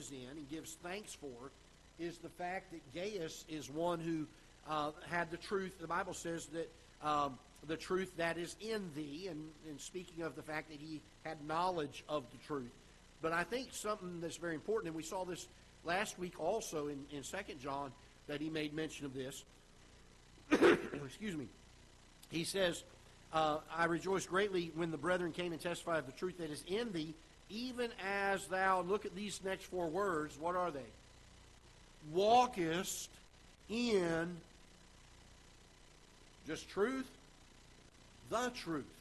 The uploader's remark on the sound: Ketha Heights Baptist Church ~ Live Broadcast.